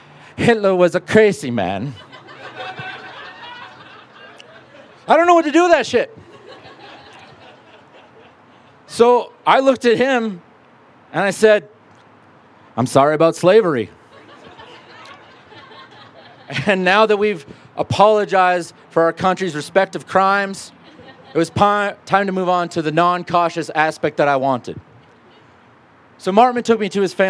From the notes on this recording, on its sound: from a Raconteur event recorded at Carbon on July 12.